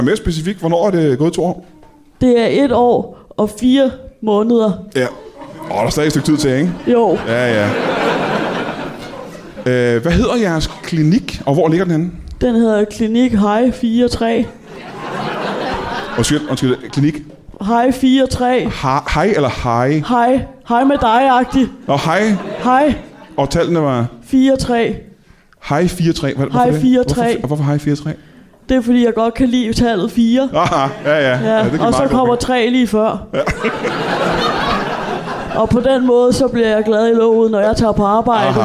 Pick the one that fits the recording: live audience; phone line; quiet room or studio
live audience